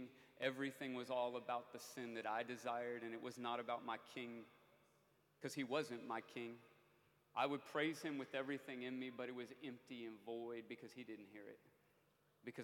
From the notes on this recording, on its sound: Preached at The Qodesh